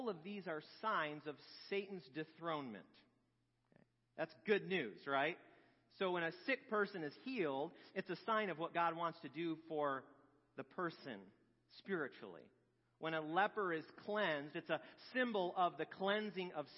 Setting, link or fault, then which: setting, large echoing room